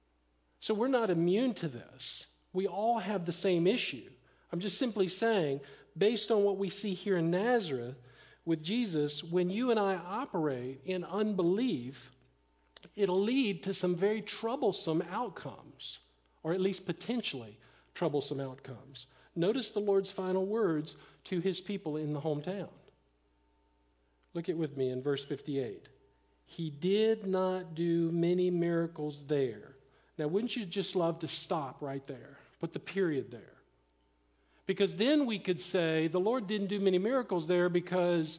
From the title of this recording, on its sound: Live Sermon Stream